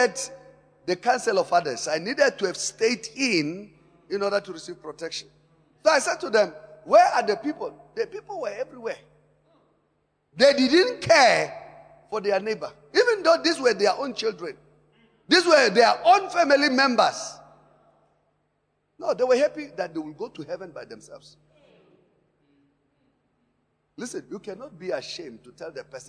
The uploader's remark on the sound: Preached at Emmanuel Christian Church, Arcadia Campus On the 07th of September 2018.